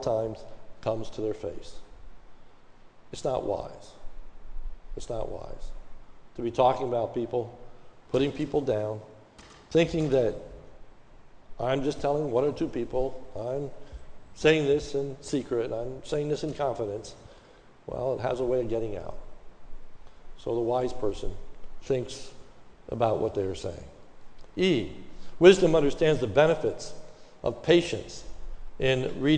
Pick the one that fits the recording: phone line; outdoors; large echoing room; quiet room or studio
large echoing room